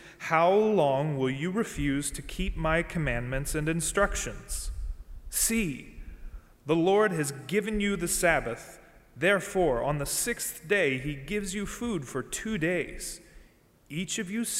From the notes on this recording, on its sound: During the service on Sunday August 23, 2020, at First Presbyterian Church of Arlington Heights, Illinois.